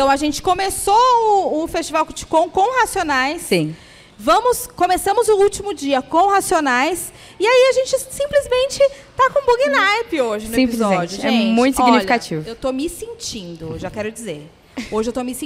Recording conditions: busy venue